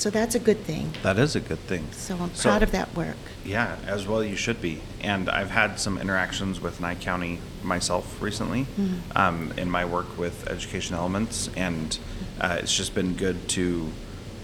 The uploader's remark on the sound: This interview is from a recent conference. Called Professional Practices Institute.